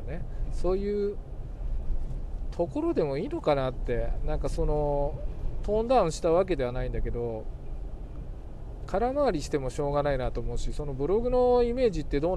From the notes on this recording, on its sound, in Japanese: 運転中。けっこう前に収録してます。大雨の夜の車のなからお届けつっての第３弾。